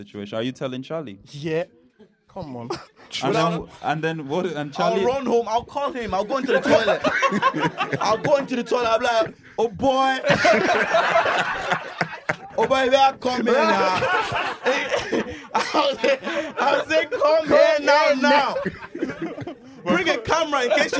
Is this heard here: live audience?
yes